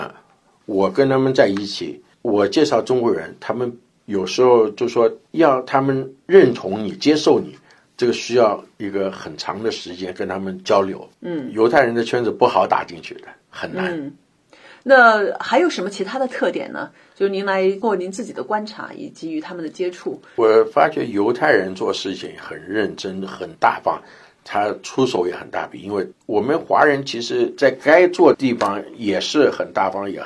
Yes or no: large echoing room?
no